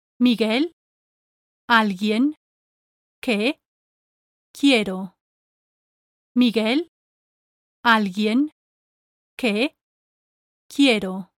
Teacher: the Spanish U is silent in these four clusters: GUE, GUI, QUE, and QUI. Ge, gi, ke, ki.